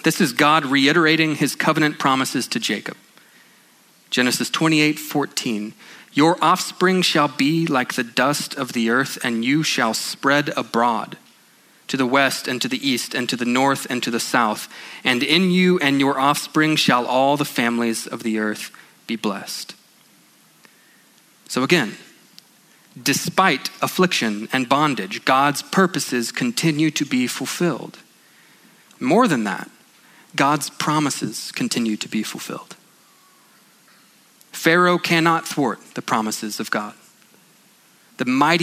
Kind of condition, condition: setting, large echoing room